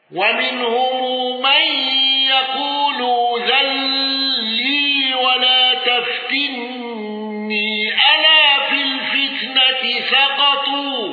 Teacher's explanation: أبو جعفر بالإبدال وقصر المنفصل وصلة ميم الجمع